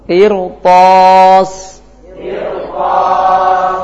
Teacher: Ra-nya tebal karena setelahnya huruf istila dalam satu kalimat.